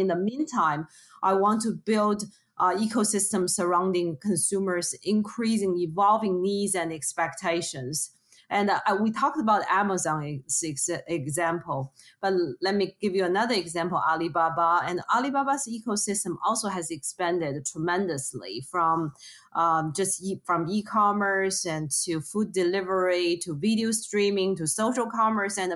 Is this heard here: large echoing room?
no